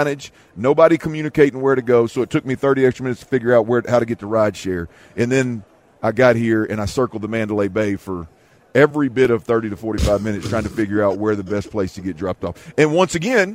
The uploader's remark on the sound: THE DRIVE is LIVE for a full week at Radio Row in Vegas!